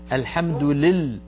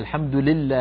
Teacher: الحمد لل أيضا كثير نسمعها من إخواننا، الحمد لله، هي الحمد لله، لابد من كسر اللام ولا نخلطها بسكون · Shown in: second take